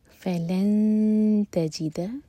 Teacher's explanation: تا کے لیے اخفا نون کی آواز کو چھپائیں گے اور تا کے لیے زبان تیار کریں گے اور دو سیکنڈس کا ٹائم دیں گے فلن تجد لہو ہو